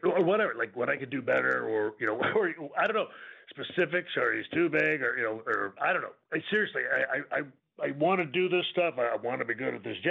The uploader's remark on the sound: NXT Takeover Halloween Havoc Media Conference Call. Speaks to media ahead of NXT Takeover Halloween Havoc!